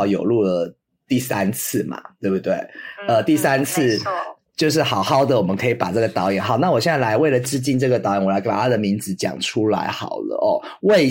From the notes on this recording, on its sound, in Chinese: 遠段錄音 ,音質請見諒